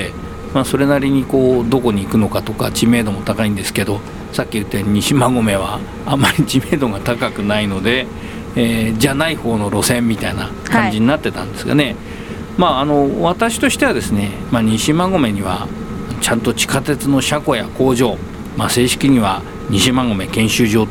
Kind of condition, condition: setting, outdoors